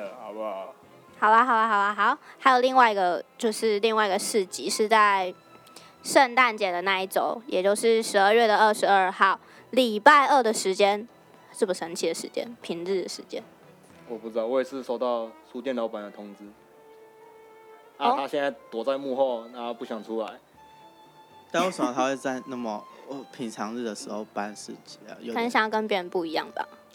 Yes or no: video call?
no